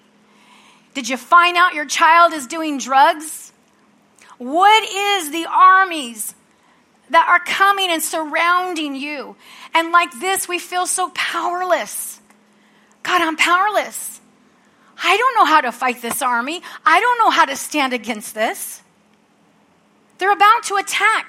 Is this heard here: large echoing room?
yes